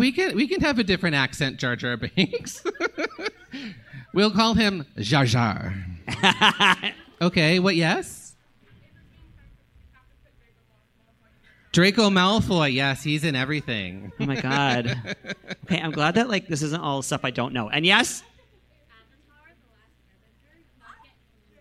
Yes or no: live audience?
yes